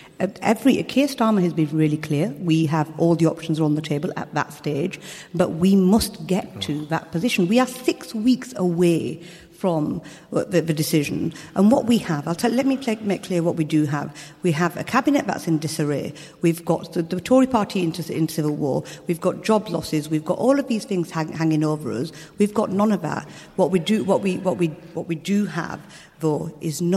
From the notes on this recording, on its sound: Political debate and discussion from Leeds Minster with a panel.